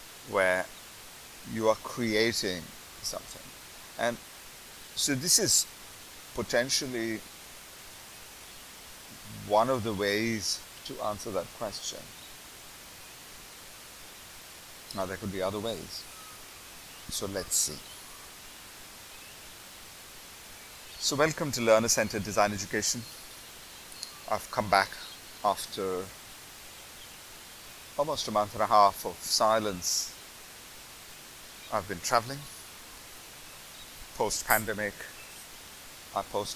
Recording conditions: poor sound quality